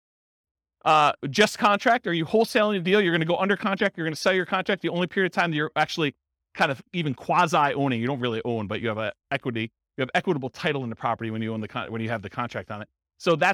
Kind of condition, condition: setting, live audience